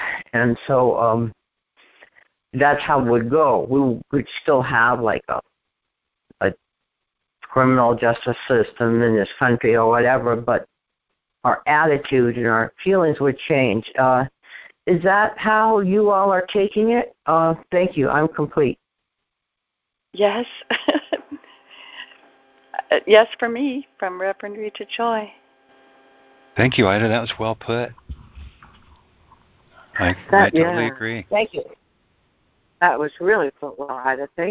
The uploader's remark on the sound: ACIM Daily TEXT Conference Call